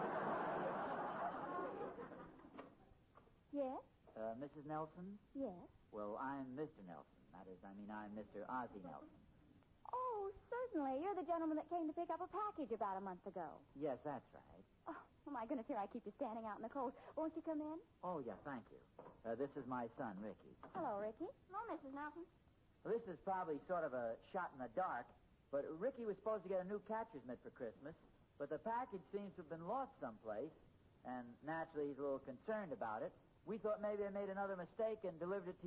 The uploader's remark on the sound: Very Poor Volume.